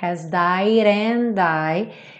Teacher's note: Aqui ela juntou essas duas frases. O final da frase de cima, has died, juntou com and. Então ficou has died and.